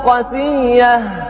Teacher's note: في الشطر الأول يقول: مع القصر شدد ياء قاسية شفا، حمزة والكسائي المرموز لهم بشين من شفا يقرؤون قسية، قسية على وزن مطية بتشديد الياء قسية والقصر. القصر المقصود به دائما هنا عدم المد بالكلية اللي هو حذف الألف.